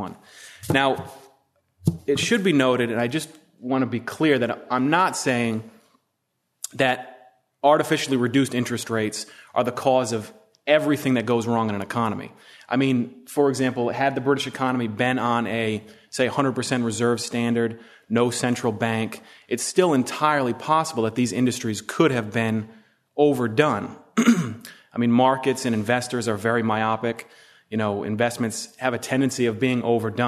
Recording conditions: live audience